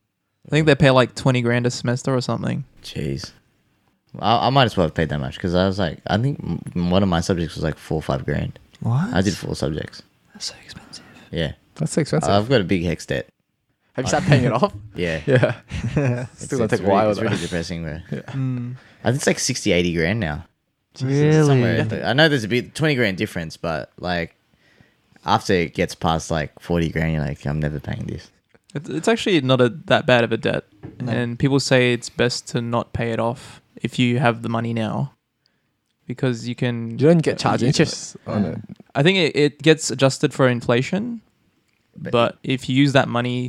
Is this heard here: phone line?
no